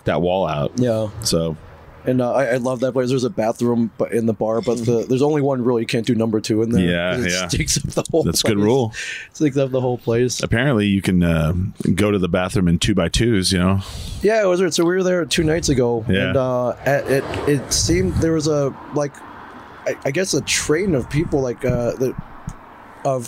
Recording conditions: busy venue